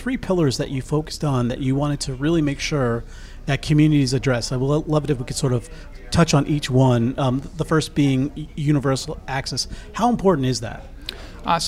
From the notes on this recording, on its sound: at the first-ever Upstate Rural Conference in Upstate New York